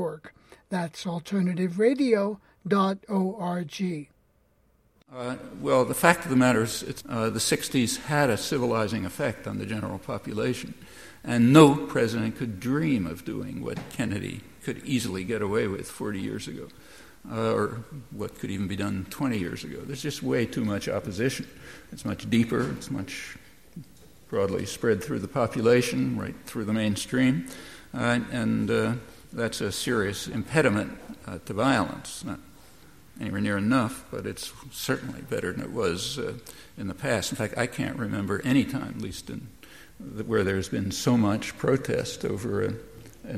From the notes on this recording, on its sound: Recorded at First Parish Church at an event marking the 25th anniversary of South End Press.